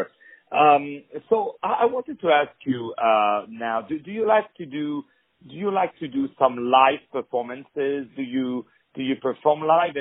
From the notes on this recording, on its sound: On the phone